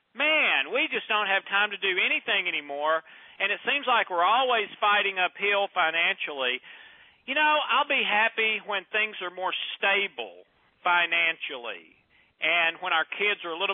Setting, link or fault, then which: link, phone line